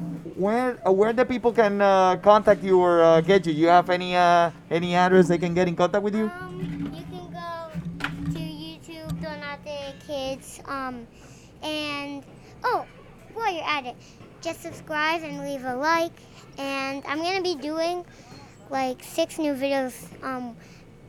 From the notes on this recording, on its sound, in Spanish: Woodmoor Market Special. Live #eventoenvivo.